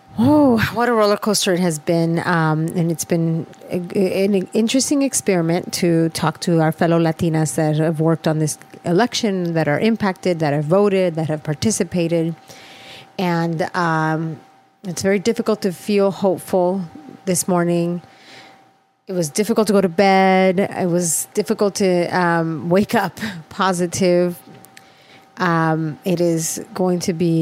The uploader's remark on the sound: These two #traveisas bring a mic to an election night party in #DTLA and speak to #Latinas a they watch the election. We also join the #DrugPolicyAlliance at their #Prop64 victory party.